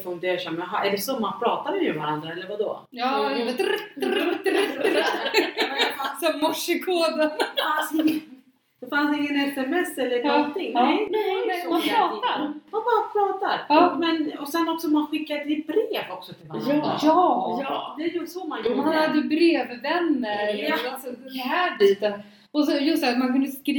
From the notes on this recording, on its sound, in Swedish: Ljudet är inte det bästa i detta avsnitt pga röstproblem.